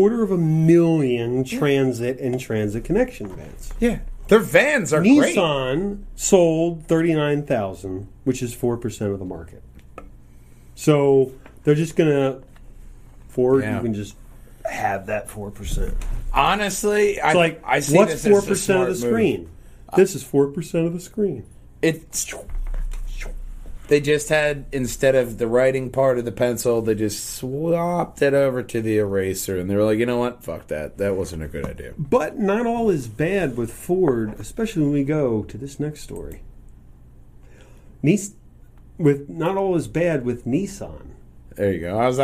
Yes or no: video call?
no